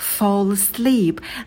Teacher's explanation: Засыпать – это fall asleep, fall asleep. На звуке «ф» можно посидеть подольше, потянуть его. А далее долгий «о» и конечный «л» у нас переходит ко второму слову.